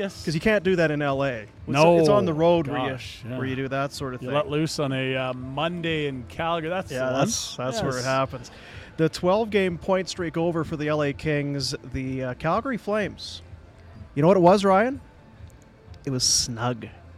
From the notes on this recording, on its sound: LIVE from the Grey Eagle